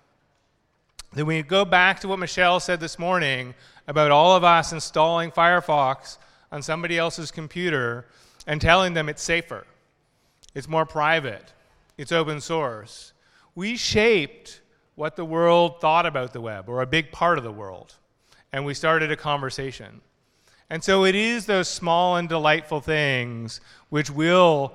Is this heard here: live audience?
yes